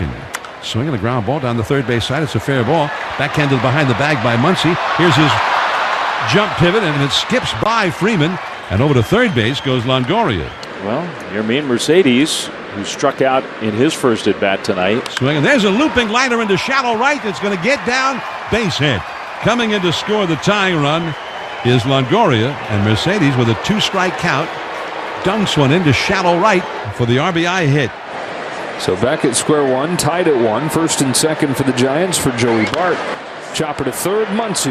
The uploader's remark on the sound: LIVE from #dodgerstadium